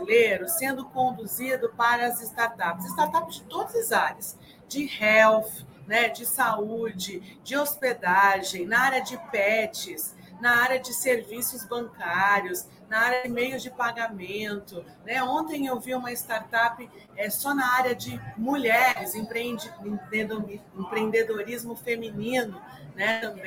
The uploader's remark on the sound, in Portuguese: O episódio 109 foi gravado diretamente do Web Summit Rio, realizado de 1 a 4 de maio de 2023.